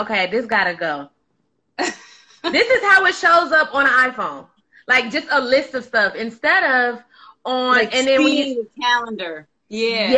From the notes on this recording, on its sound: a special Instagram Live #WFH edition